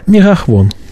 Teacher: Но «г» фрикативный, «а» широкий, «мигах» вон, и «хв» вместо «ф».